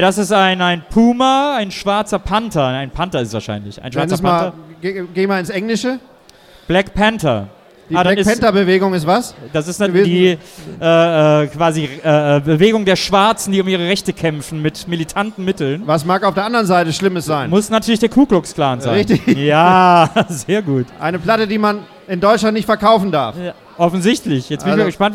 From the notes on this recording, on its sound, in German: Bonus Track, live. Der live-Mitschnitt von unserem Lounge-Event.